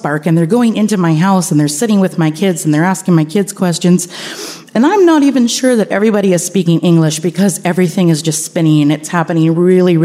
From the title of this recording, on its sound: Live From Richmond!